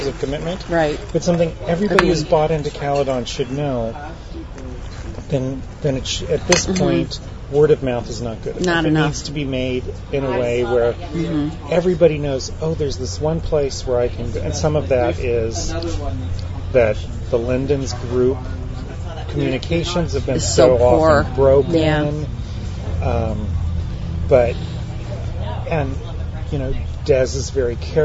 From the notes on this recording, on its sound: recorded August 30, 2008, at CaleCon, a real-life meetup held in St Marys, Ontario, Canada